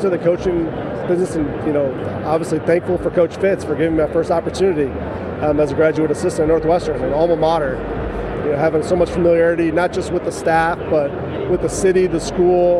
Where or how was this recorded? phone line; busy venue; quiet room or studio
busy venue